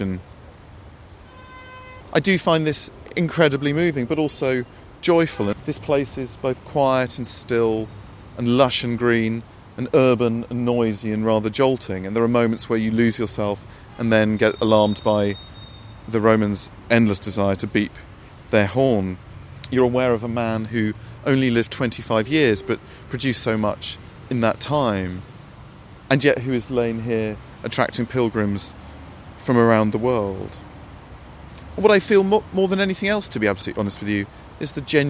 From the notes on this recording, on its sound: Recorded in Rome’s Cimitero Acattolico. Beside the grave of John Keats.